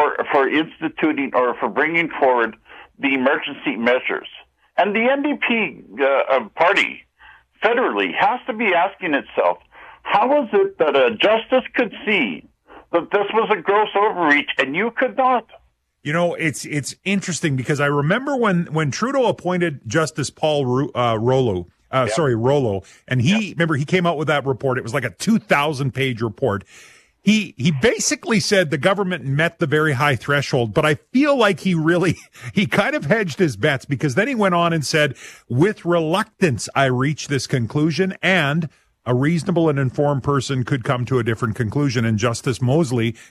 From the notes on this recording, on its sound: Every Friday we open the phone lines and give you a chance to call out or commend anyone you think deserves it.